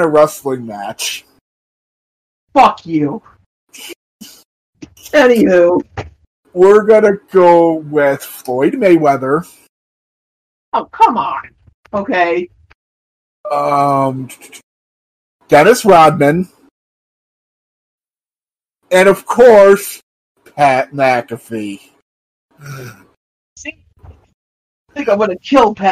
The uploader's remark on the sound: SORRY FOR THE AUDIO QUALITY